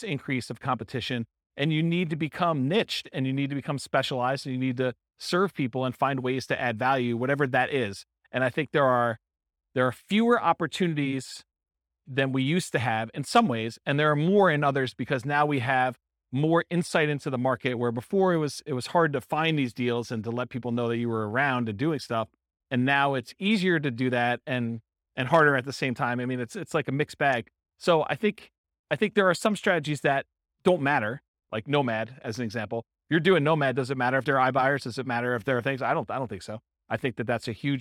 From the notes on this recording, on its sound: This was a live class recorded. Berkeley, California.